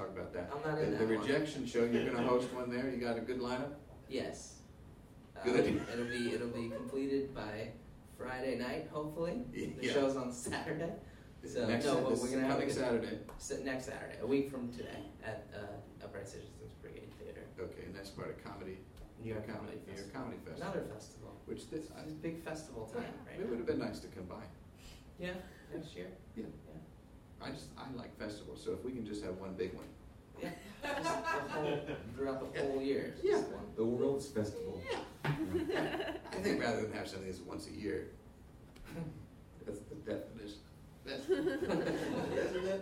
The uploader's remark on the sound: live show, presented as part of the 2013 Gotham Storytelling Festival